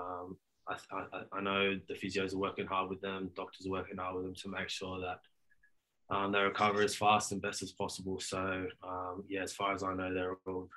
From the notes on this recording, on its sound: chat to the media via Zoom